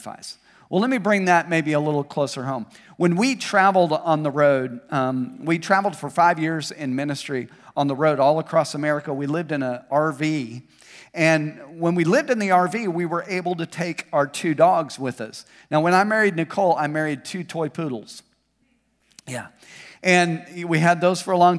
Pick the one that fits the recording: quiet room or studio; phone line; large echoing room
large echoing room